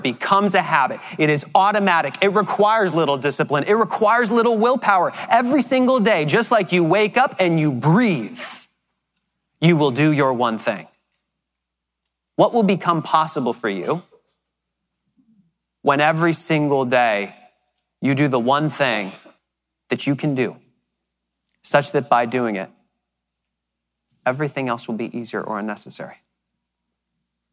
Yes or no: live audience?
yes